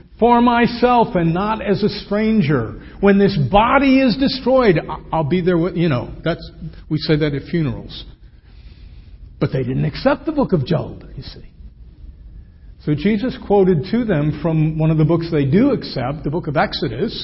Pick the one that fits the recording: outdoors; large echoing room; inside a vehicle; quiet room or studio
large echoing room